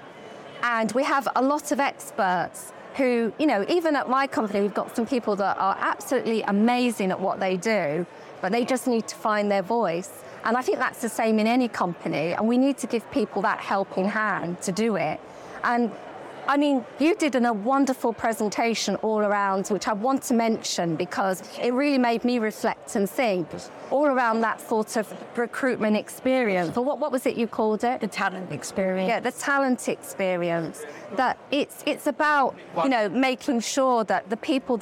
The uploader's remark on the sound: live from FinTech Connect